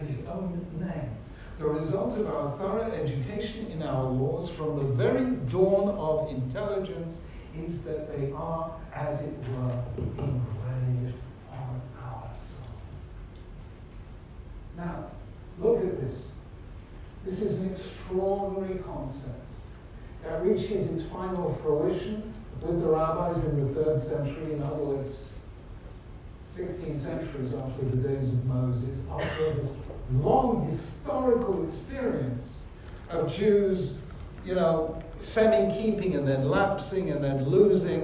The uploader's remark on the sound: This shiur was delivered at University College London on 20th March 2018, as organised by London J-Soc.